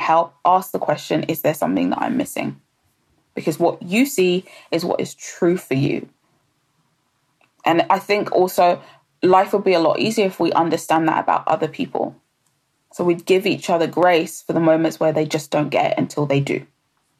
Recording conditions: phone or laptop microphone